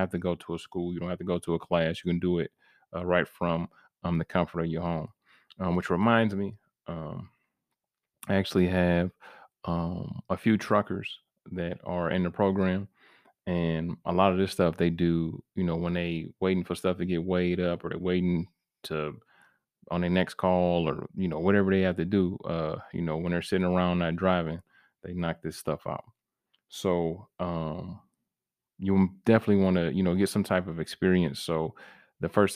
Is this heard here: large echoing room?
no